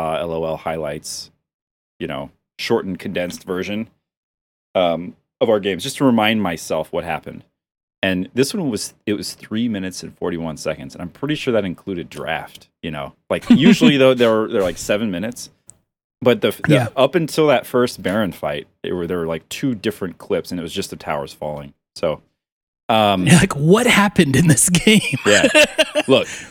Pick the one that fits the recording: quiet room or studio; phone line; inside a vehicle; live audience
quiet room or studio